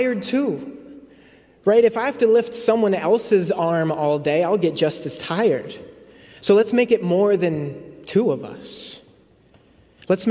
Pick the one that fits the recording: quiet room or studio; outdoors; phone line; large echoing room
large echoing room